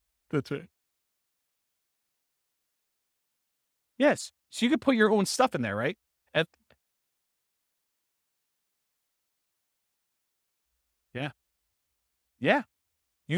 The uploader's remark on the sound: This was a live class recorded